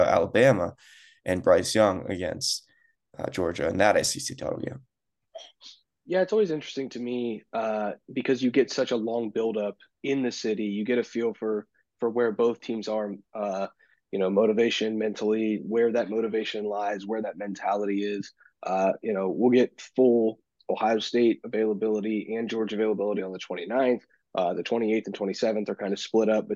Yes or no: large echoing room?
no